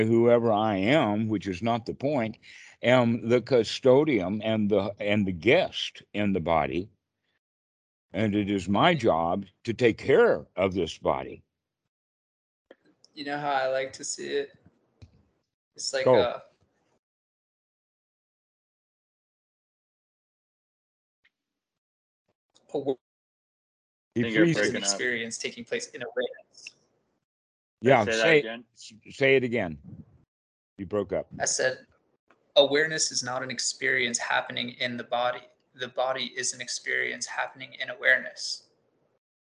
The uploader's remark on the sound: skype calls on this channel